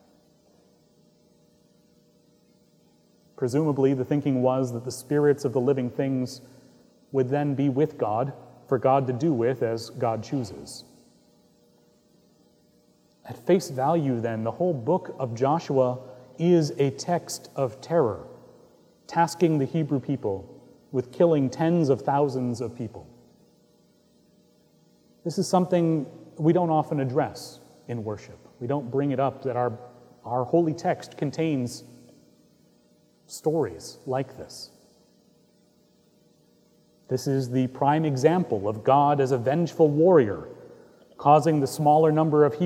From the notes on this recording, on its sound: Recorded live on July 22, 2018 at Trinity Presbyterian Church in Bixby, Okla.